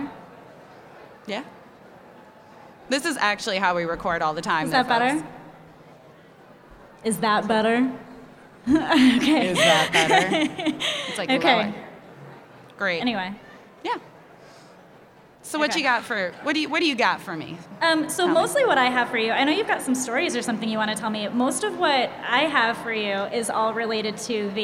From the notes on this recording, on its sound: Live at Hudson Valley Vegfest! We're going live with our very first in front of an audience of humans recorded episode.